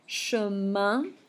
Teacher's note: An O-N together and an I-N together, that's a vowel followed by an M or an N, is considered a nasal sound. So it sounds almost like your nose is plugged and you keep your mouth open. You do not close it for those final letters.